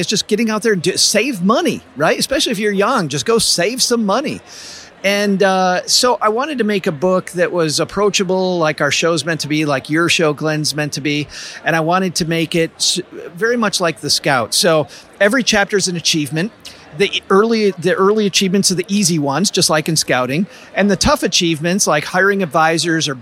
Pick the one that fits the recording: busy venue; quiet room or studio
busy venue